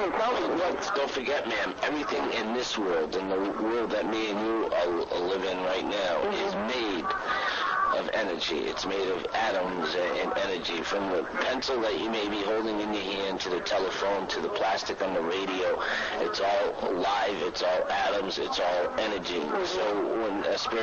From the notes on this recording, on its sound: apologies for the audio issues